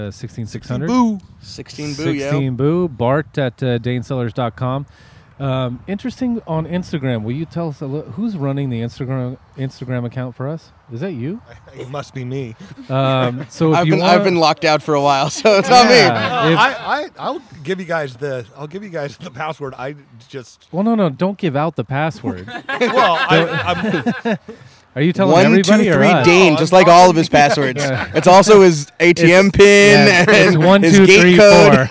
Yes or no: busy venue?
yes